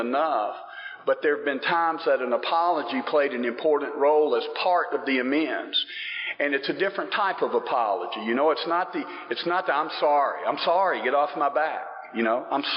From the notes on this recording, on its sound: This ends a bit abruptly but it was the end, the last little bit got cut off. Recorded in 2015 at the 40th Atlanta Roundup.